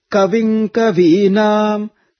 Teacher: Ka comes down. The syllable, the letter Ka is chanted downward. · Term: Anudatta